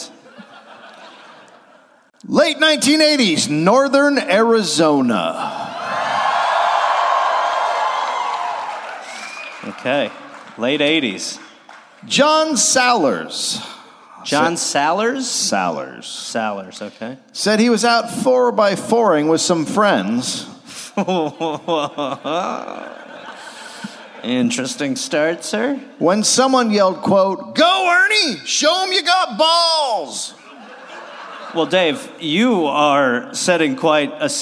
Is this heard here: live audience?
yes